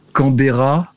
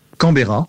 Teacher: De tweede keer praat hij sneller met de klemtoon vroeger. · Shown in: second take